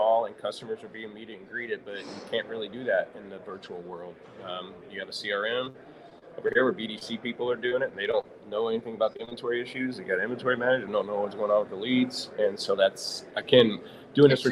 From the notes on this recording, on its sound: Broadcasting live from Used Car Week 2023 in Scottsdale, Arizona. Special live episode from Used Car Week 2023.